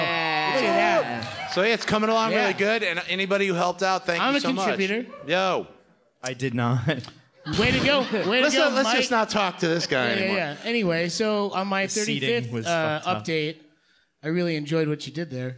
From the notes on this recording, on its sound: Get your ears ready for this LIVE episode direct from Brooklyn New York!